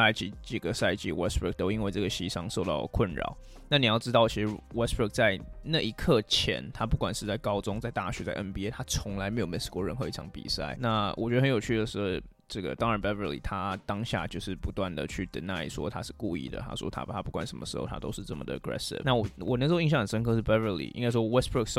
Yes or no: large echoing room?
no